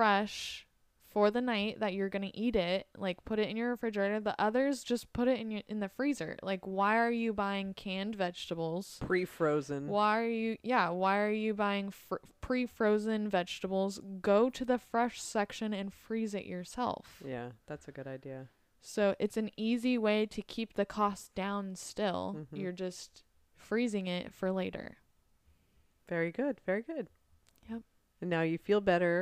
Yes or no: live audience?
no